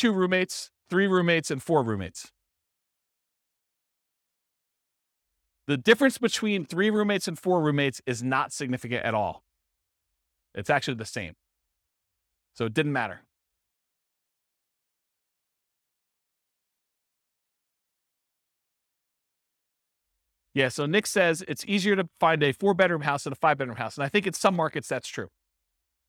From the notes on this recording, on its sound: This was a live class recorded